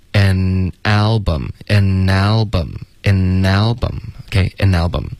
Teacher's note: An 跟 album 要连读